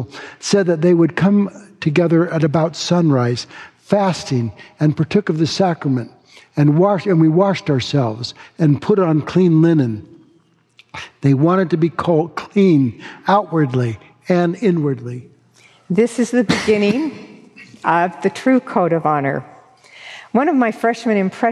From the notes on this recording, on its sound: delivered this forum address on October 31, 2023